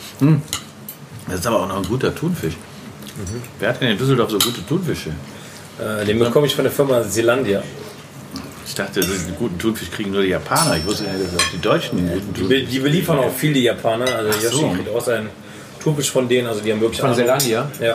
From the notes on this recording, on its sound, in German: Zu Gast in der Brasserie Stadthaus. Sprechen wir in der wunderschönen Brasserie Stadthaus.